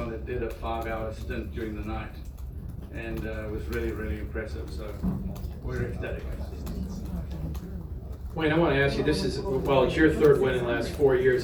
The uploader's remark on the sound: Live from Daytona